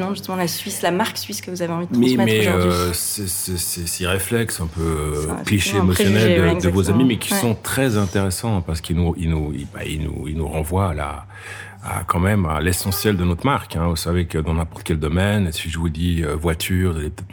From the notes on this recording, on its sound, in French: Cette conversation a été enregistrée au Café du Simplon à Lausanne.